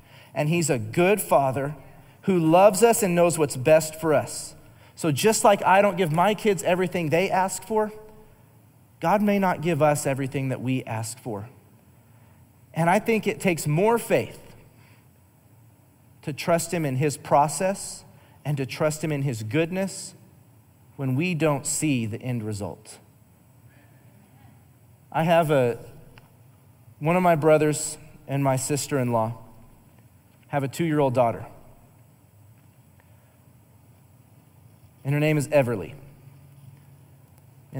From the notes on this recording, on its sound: Recorded live during our Wednesday night service